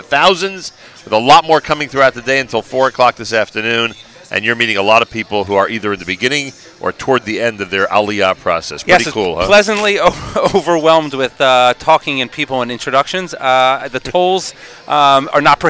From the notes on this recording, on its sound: NSN Live from the 2019 Nefesh B'Nefesh Aliyah Mega Event in Teaneck, NJ.